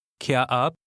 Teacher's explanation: Did you hear how the question word combined with the word for you?